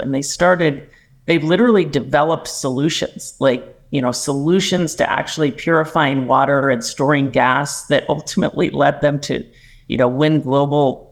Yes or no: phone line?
no